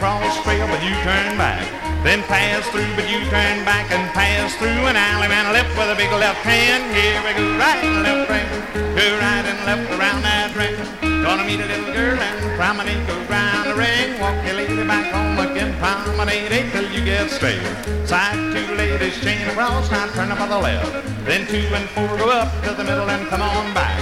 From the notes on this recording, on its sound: Blue Star Jubiliee in Houston, Texas. From the 1964 Blue Star Jubilee Square Dance held in the Sam Houston Auditorium.